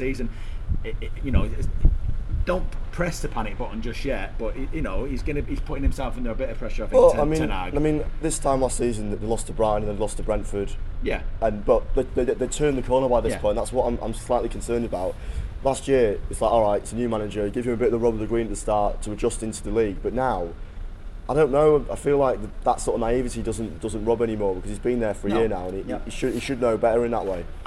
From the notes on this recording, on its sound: Recorded around Old Trafford for the Brighton defeat.